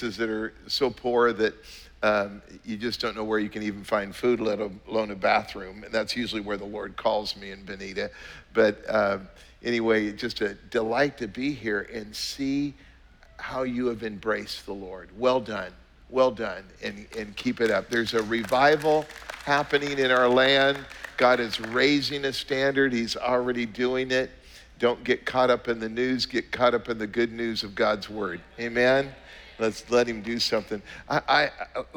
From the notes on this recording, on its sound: was preached on October 24th at the 11:30AM service